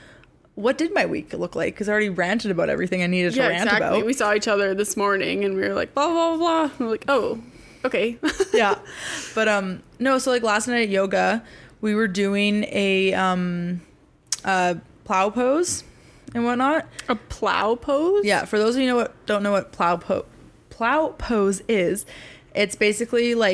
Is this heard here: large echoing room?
no